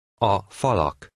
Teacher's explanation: In number 10, you have the word meaning the before the main word. The three syllables are pronounced as one word, but the stress remains on the first syllable of the second word.